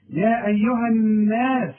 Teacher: النون والمد بتاعها اللي هو الألف مرققة